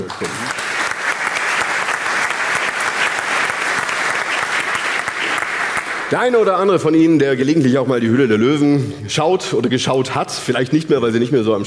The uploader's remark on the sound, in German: In dieser Sondersendung live vom Bodensee Business Forum in Friedrichshafen